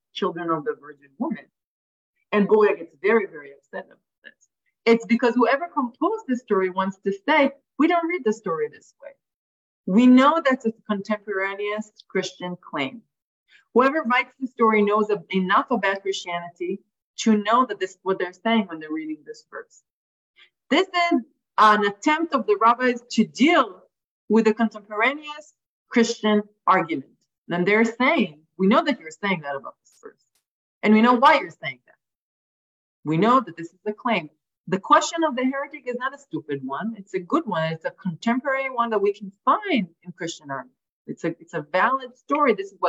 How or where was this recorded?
video call